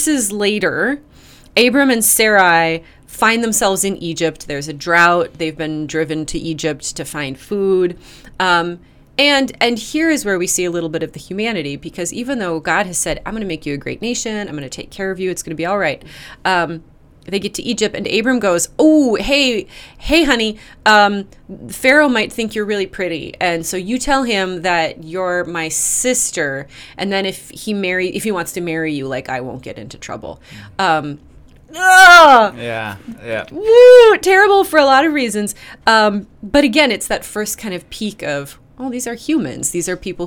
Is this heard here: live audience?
no